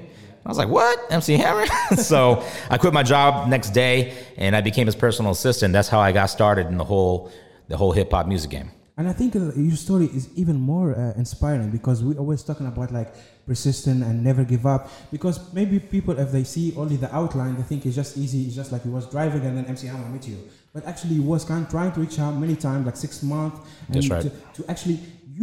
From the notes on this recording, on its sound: Live in Dubai.